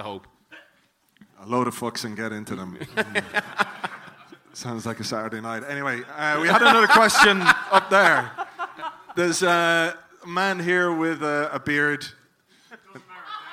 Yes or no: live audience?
yes